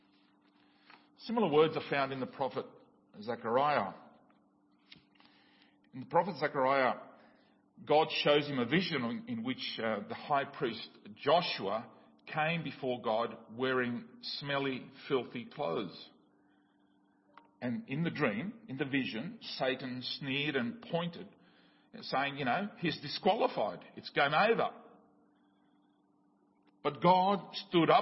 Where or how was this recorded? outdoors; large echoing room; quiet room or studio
large echoing room